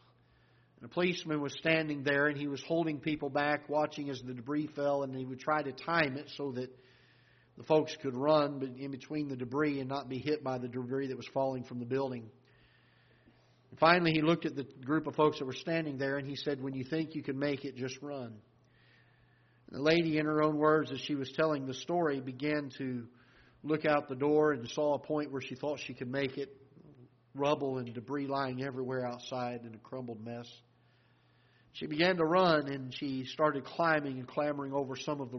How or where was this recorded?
large echoing room